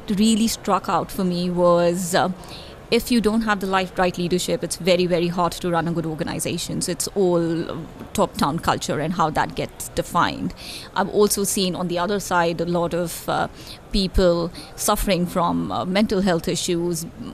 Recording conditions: busy venue